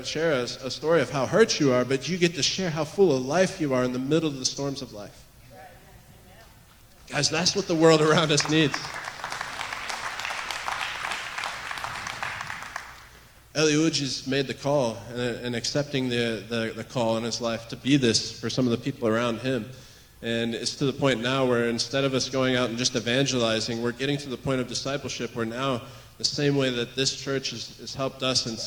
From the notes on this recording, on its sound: recorded on June 18, 2023, at Gateway Church in Richmond, Indiana